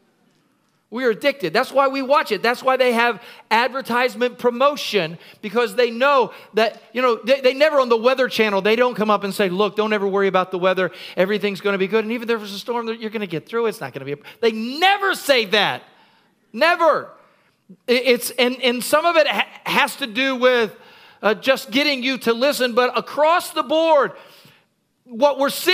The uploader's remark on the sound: Recorded at Freedom Fellowship, 836 Regency Drive, Virginia Beach, VA 23454.